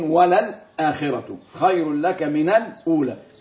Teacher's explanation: الآخرة والأولى اللام فيهما لام قمرية مظهرة